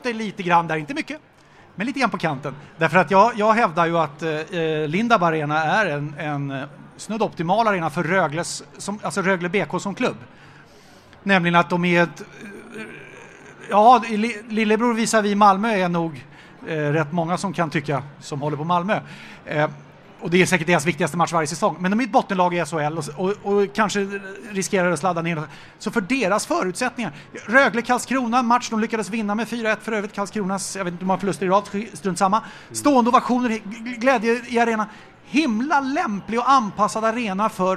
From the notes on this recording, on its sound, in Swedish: Återigen dags för livepodd med publik.